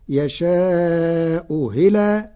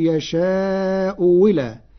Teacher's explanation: تسهيل الهمزة الثانية، والثاني إبدالها واوا محضة فتصير يشاء هلا أو يشاء ولا جمعا بين اللغات.